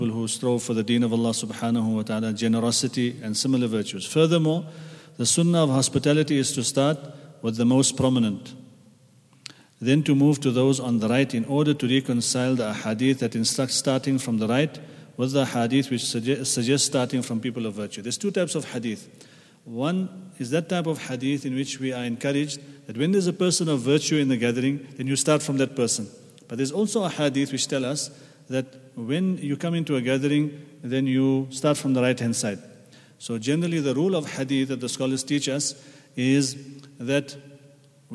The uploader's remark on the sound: at the Houghton Masjid (West Street)